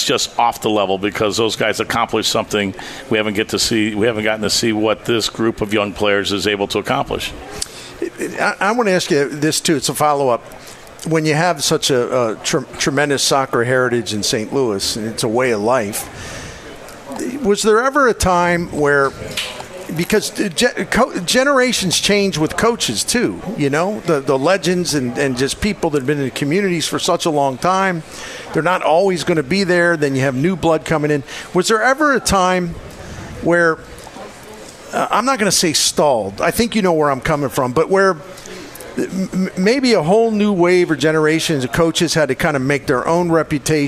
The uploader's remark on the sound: Live at Friendly's